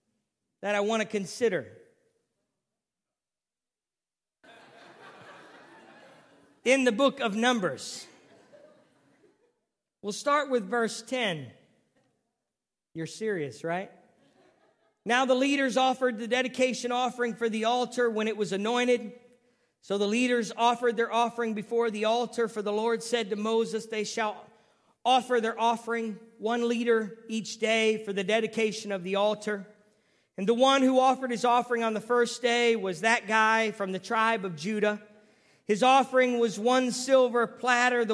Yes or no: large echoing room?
yes